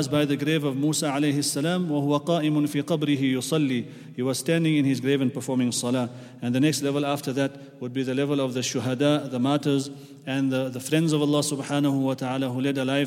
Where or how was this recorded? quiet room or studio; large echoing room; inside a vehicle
large echoing room